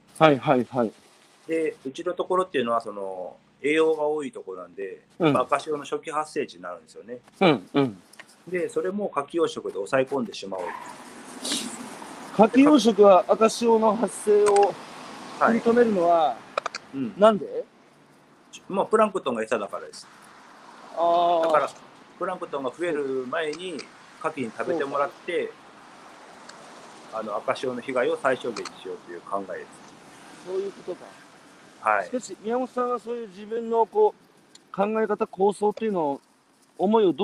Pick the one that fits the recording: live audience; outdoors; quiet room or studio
outdoors